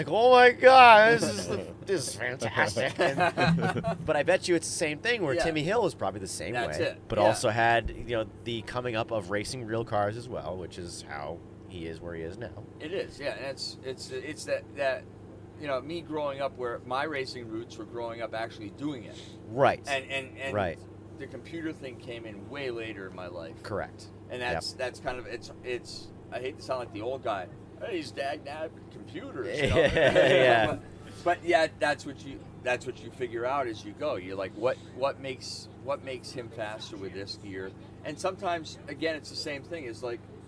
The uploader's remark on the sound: LIVE (recorded) From Kartmania 2021. We even had an additional mic ready to go for anyone who wanted to sit down and talk to us.